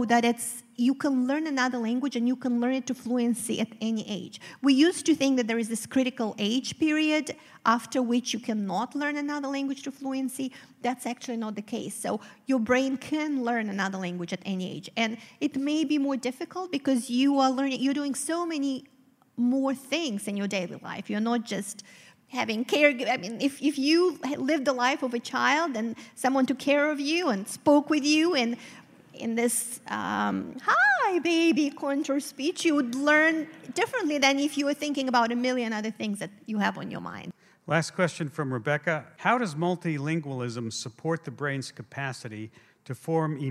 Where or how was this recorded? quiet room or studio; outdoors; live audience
live audience